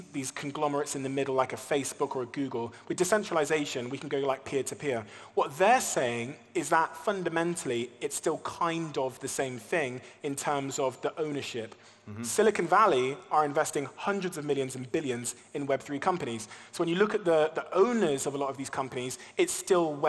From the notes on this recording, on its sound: an intimate fireside chat at the Dubai Opera House